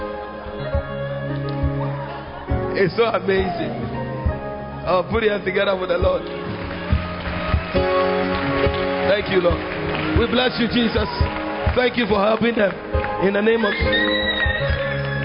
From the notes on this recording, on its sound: Preached At The 12 Foundations Of The Bacenta Camp